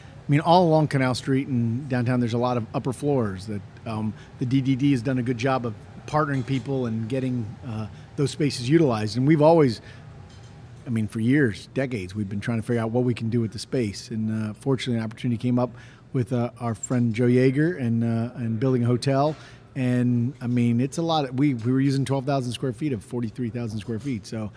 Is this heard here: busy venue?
yes